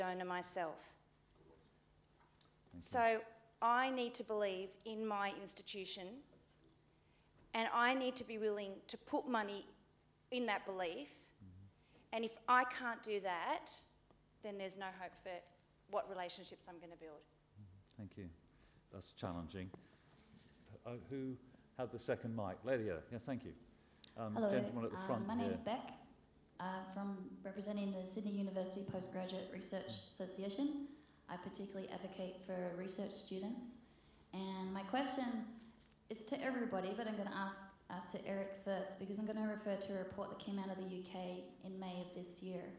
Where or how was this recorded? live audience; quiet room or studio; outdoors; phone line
live audience